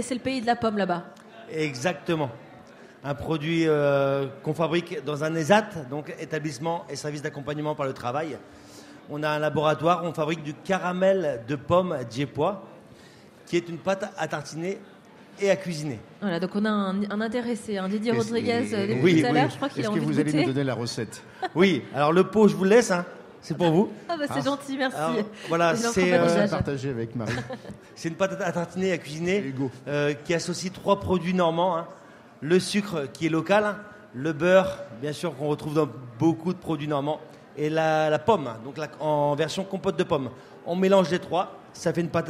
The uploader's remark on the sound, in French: en direct des halles inclusives 2022